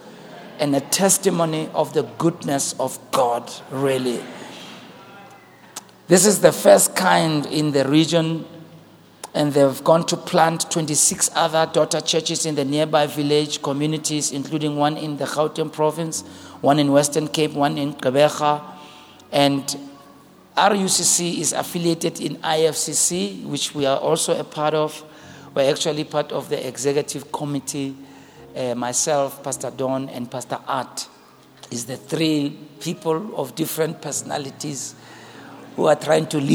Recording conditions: large echoing room